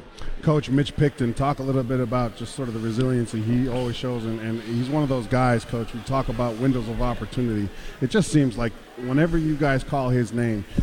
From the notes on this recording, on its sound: LIVE at Currie Field.